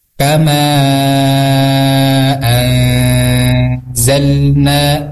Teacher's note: Nah, itu matobi'i, disebutnya matobi'i, fathah bertemu dengan alif. Nah, ini panjangnya dua harakat.